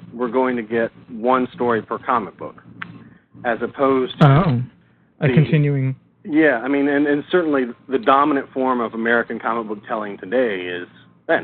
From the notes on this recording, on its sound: Joining us on live edition of our show. Live call ins.